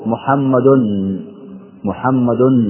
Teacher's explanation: فعندما قلنا محمد تلفظنا بنون في آخر لفظة محمد، لكن هذا من حيث التلفظ. · Term: التنوين